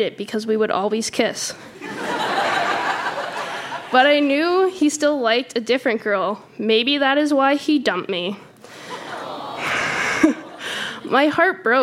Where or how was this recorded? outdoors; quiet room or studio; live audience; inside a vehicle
live audience